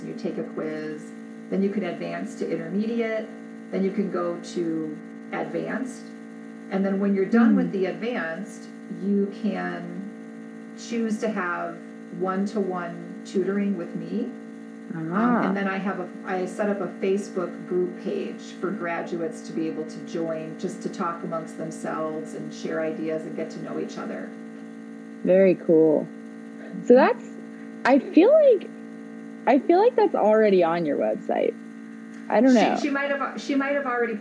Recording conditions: background noise